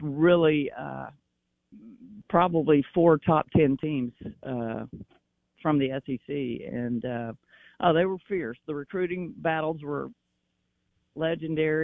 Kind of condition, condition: link, phone line